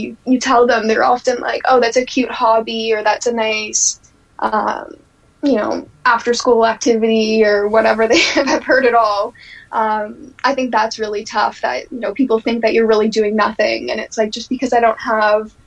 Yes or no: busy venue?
no